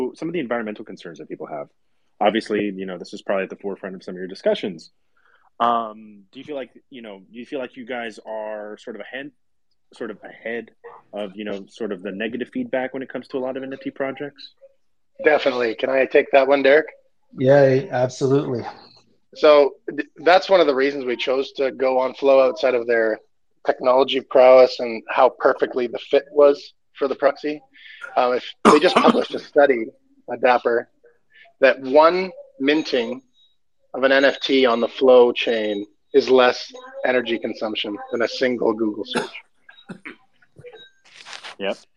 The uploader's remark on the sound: MOXY Twitter Spaces